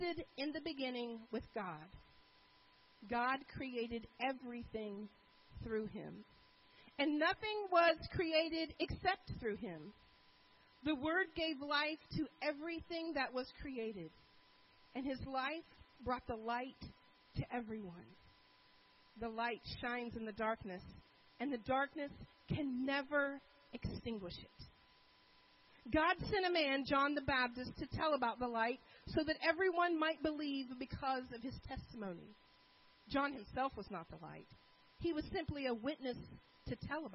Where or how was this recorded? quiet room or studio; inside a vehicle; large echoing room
large echoing room